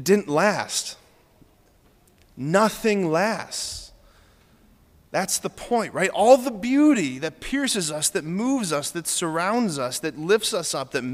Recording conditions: large echoing room